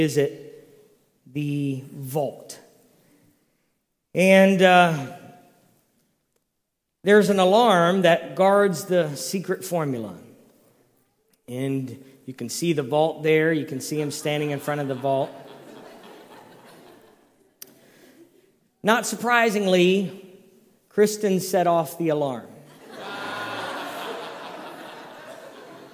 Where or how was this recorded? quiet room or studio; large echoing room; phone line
large echoing room